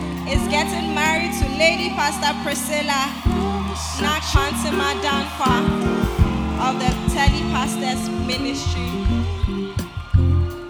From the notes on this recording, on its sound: Preached At The First Love Centre, Accra, Ghana